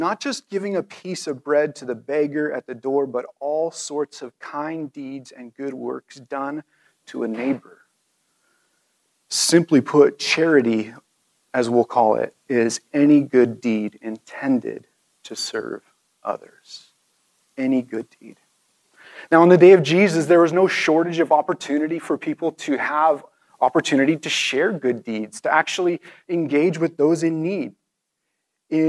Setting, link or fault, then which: setting, large echoing room